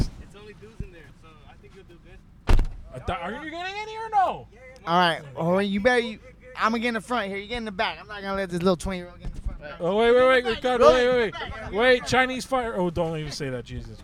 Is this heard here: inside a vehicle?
yes